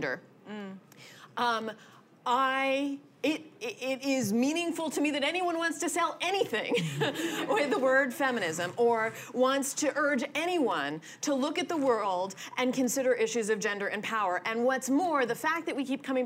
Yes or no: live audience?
yes